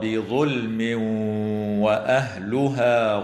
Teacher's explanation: ويدغم التنوين في الواو مع الغنة في قوله تعالى: بظلم وأهلها